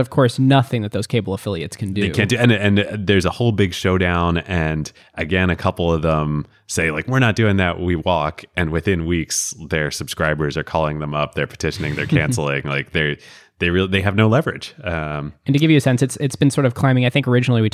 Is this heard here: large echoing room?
no